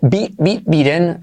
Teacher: Y la T se convierte en R suave, biren.